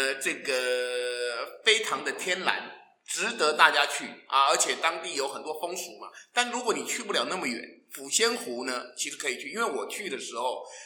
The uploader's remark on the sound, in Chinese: 因為第一次在教室錄音，所以出現像在防空洞裡的回音，先跟大聲說聲抱歉，也感謝您的諒解。